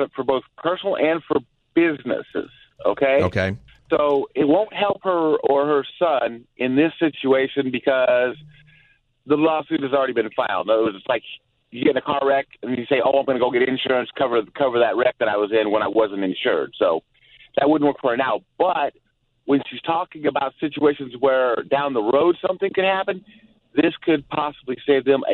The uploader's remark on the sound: Open Phone Friday Continues